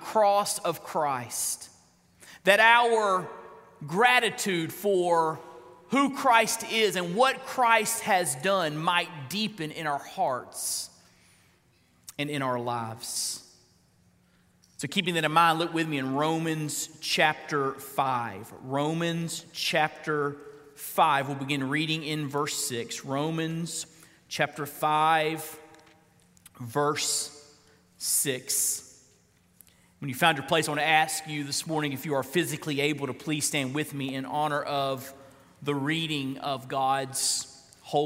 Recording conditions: large echoing room